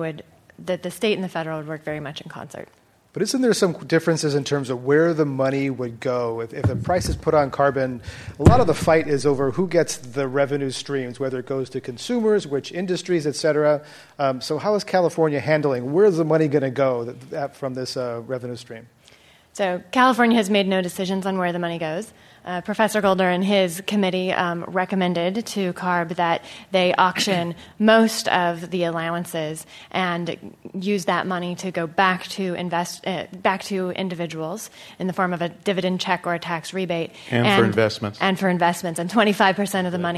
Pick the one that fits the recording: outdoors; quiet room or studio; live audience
live audience